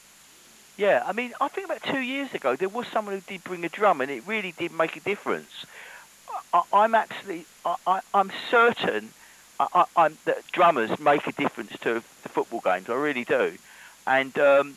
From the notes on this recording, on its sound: Orient Hour Extra 'Fans Phone In' pilot episode